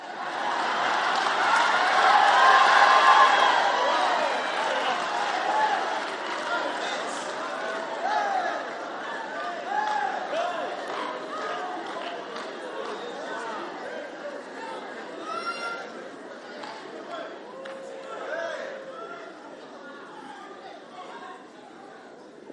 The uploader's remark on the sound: Preached at a Healing Jesus Pastors' conference in Gaborone, Botswana on the 17th - 26th of September 2019